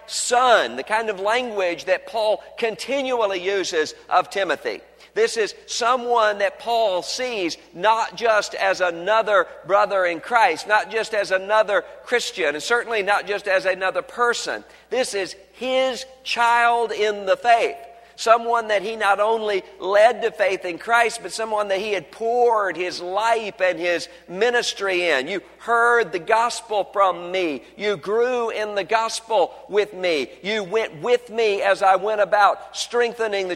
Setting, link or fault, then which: setting, large echoing room